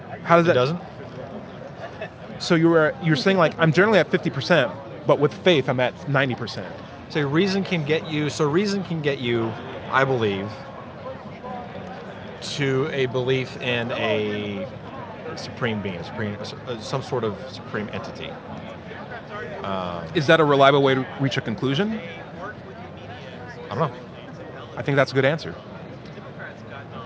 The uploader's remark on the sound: Recorded at Politicon 2019 in Nashville, TN.